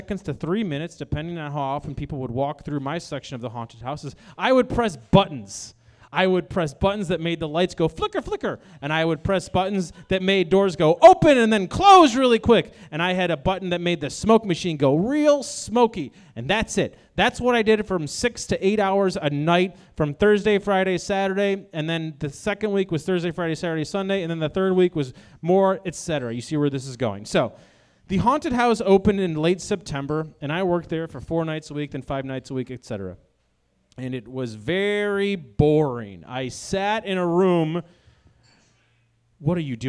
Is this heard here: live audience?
yes